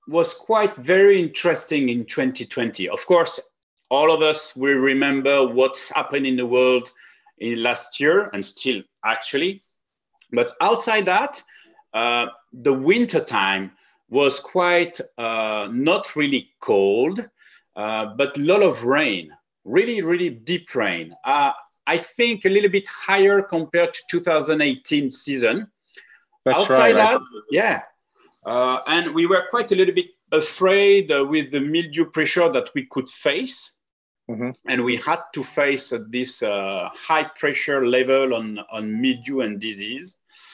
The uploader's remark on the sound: over Zoom